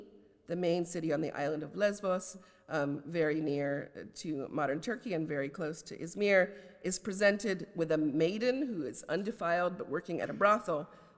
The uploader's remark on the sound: a lecture as the Oxford Professor of Poetry on 15 February 2024